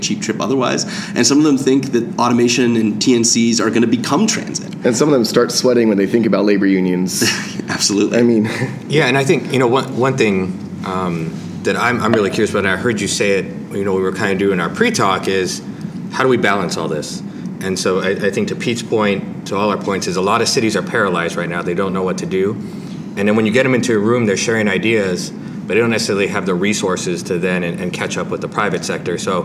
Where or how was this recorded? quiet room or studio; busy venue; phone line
busy venue